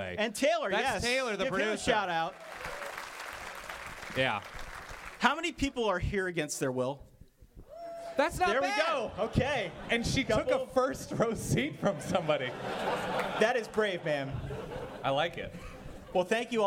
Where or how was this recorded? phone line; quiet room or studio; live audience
live audience